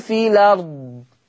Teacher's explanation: شلت الهمزة وعملت نقل لكلمة الأرض